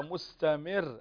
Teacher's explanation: رقق الراء. استفل باللسان. رقق الراء.